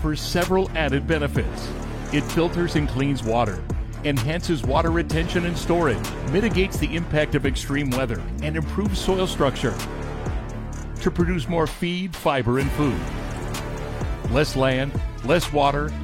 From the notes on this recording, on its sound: Live on the street today.